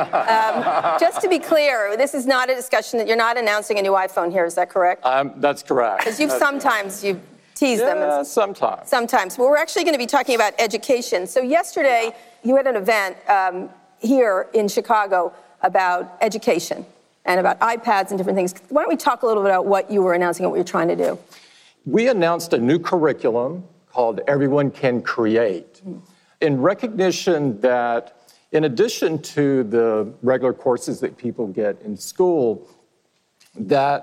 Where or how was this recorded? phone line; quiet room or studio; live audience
live audience